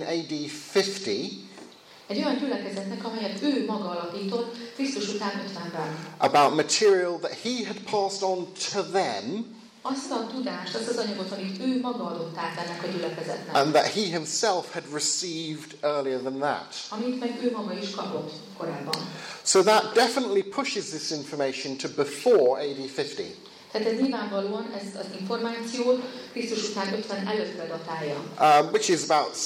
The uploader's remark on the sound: With Hungarian translation. Plenary lecture from the 2016 Hungarian Leadership Forum.